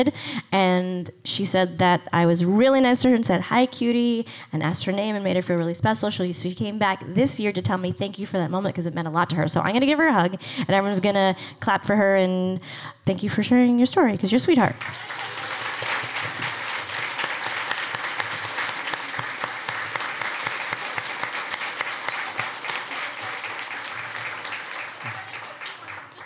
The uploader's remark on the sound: As we tend to do - we present one of our classic live comic con panels. Live onstage at Rhode Island Comic Con.